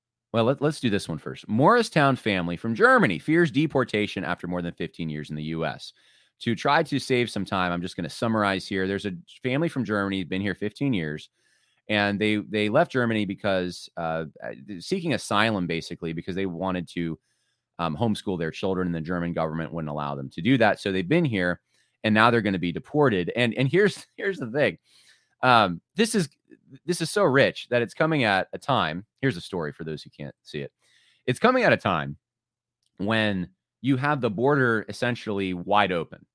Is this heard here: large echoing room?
no